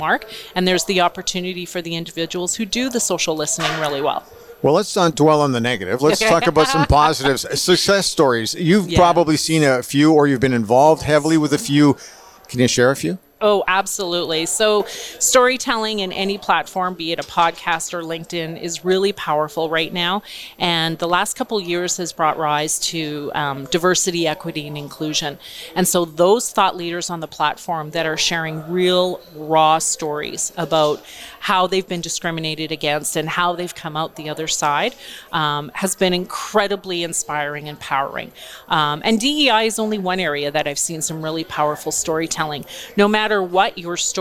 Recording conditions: busy venue